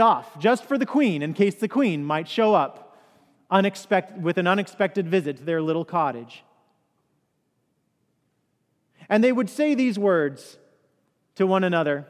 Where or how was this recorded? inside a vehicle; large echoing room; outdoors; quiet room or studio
large echoing room